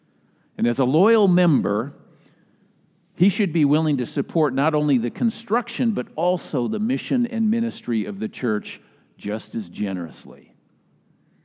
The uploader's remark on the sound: was delivered during the Traditional Worship service.